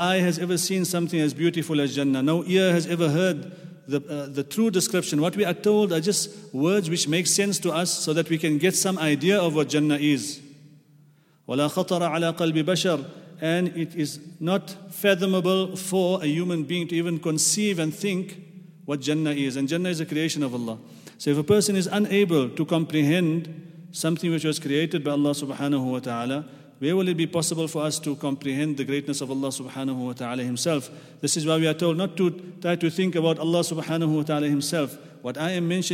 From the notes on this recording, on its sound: at the Houghton Masjid (West Street)